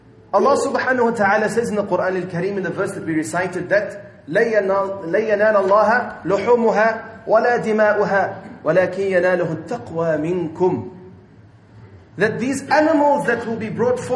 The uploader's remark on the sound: at Masjidul Jumuah Milnerton 9/8/19 for Jumuah